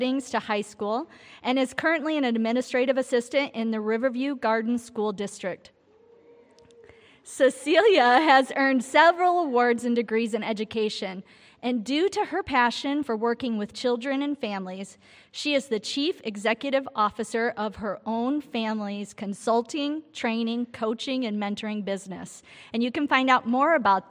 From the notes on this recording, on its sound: during session 2 at our 2022 Women's Conference